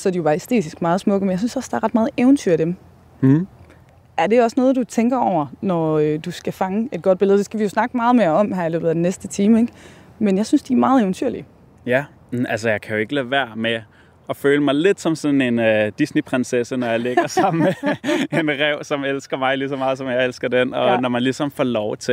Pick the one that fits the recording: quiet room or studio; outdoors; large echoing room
outdoors